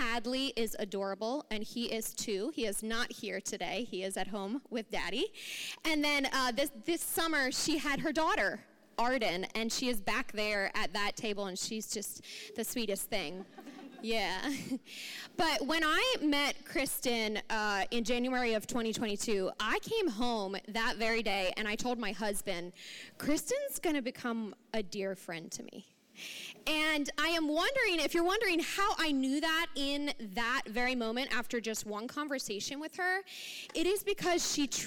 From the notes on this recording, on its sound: Recording from 11/11/23 Women's Brunch